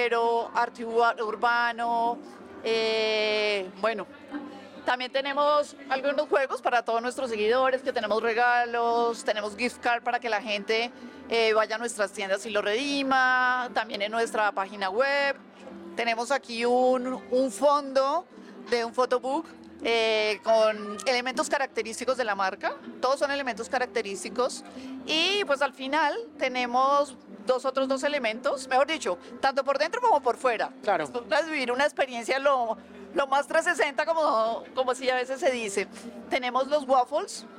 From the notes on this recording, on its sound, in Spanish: En una entrevista realizada desde el Festival Cordillera.